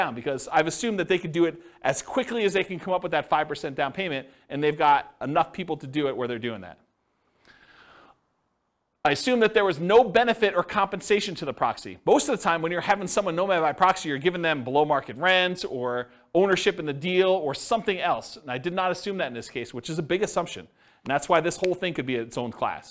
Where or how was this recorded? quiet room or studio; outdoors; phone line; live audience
live audience